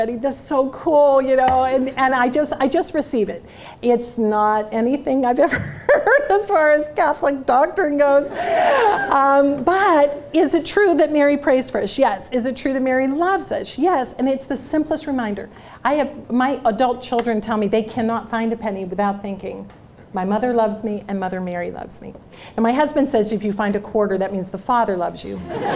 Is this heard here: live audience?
yes